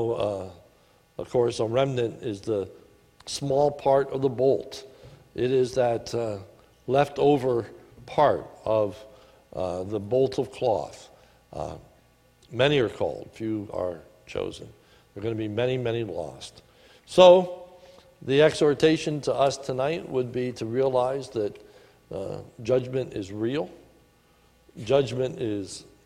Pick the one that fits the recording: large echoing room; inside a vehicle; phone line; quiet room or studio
large echoing room